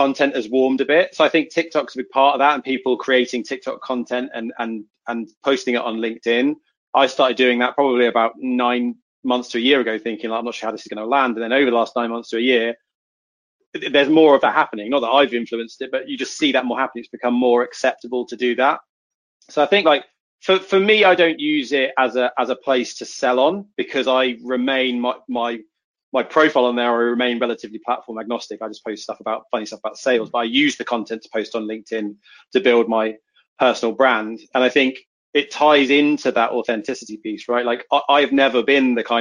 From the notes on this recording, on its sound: This episode is the audio from a previous webinar